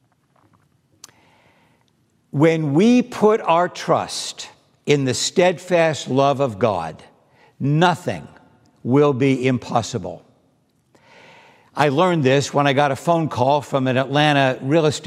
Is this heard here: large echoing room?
yes